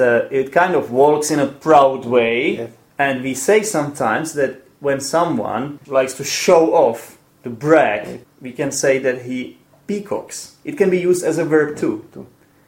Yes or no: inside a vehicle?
no